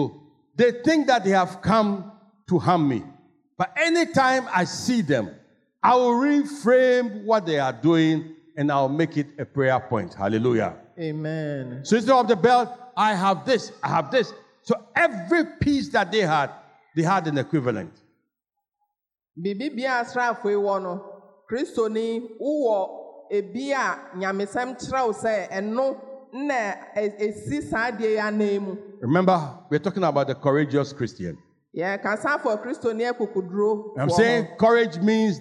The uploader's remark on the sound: Sermon preached at CBC Shiashie Campus